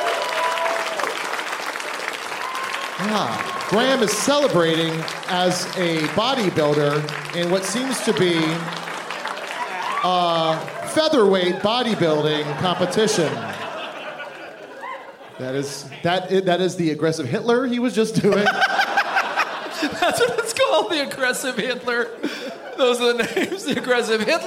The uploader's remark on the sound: Live from the Improv in Tempe, AZ